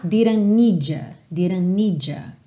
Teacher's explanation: need com you ou ya, como tá aqui, fica aquele j, j na junção